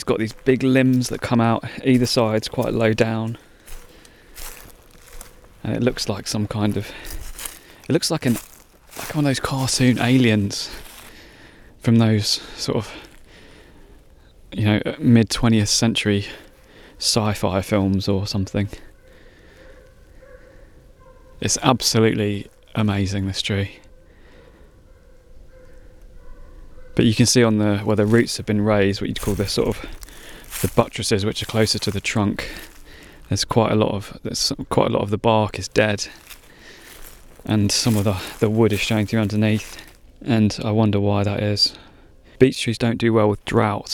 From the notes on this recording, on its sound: In this shorter episode I recorded a circular walk from home, checking up on an old beech tree in an area of woodland known as the Sussex Weald. This is the first outdoor pod for Unlocking Landscapes, with lots of natural soundscapes to enjoy: mud, ice, streams, bog and birdsong. In the West Sussex High Weald.